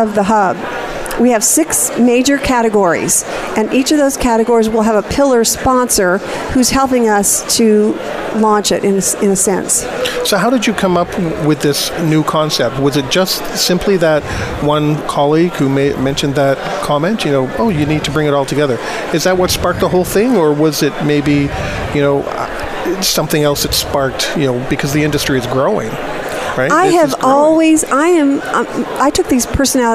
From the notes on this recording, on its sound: Live From Disaster Recovery Journal Conference 2018. Live Broadcast.